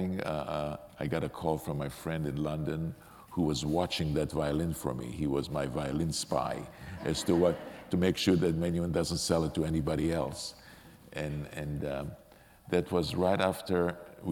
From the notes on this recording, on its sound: recorded on November 13, 2018 in front of a live audience at New York’s 92nd Street Y